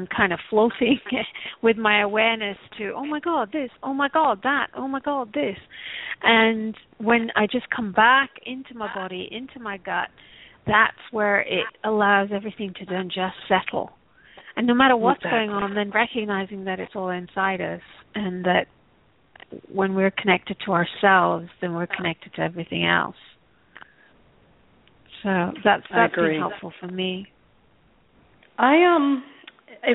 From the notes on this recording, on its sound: Takes your calls for healing live today!